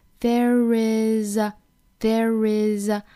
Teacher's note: There 和 is 之间连读要加 r, there is, there is,美音的话呢也是这样